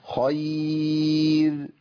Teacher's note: هي الراء الموقوف عليها وقبلها ياء ساكنه نتفق باتفاق كل القراء، تمام؟ تقرا راء يعني يقرا القارئ براء مرققه